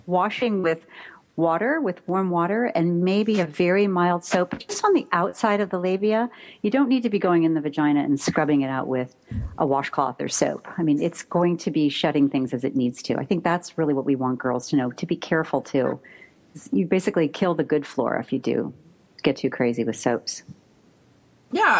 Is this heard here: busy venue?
no